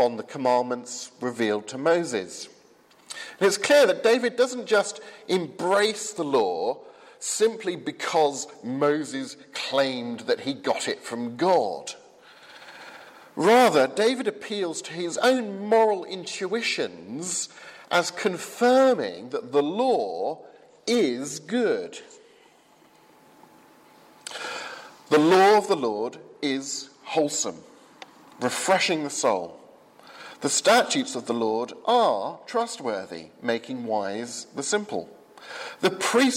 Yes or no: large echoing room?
yes